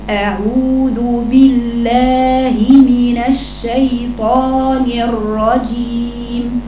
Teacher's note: أن الهمزة بها صفة الجهر بينه واضحة، وكذلك العين، وكذلك اللي هو الواو المادية، وكذلك الذال.